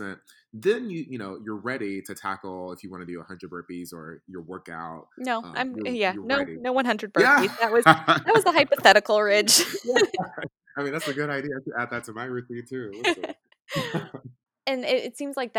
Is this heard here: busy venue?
no